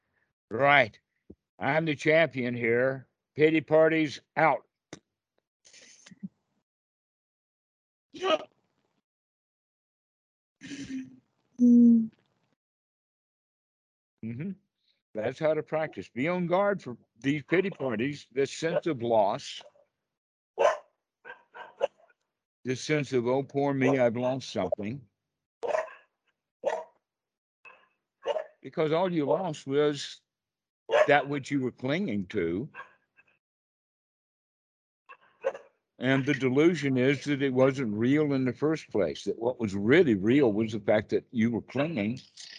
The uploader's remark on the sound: Skype calls. The date in the title indicates the date the call was recorded.